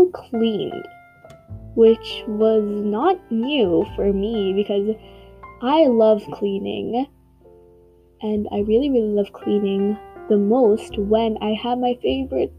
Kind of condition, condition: fault, background noise